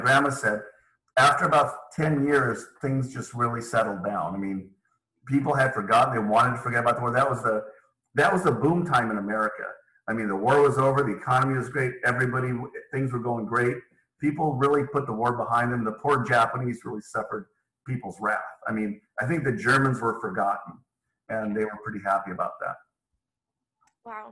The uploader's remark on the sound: Zoom interview. Telephone interview.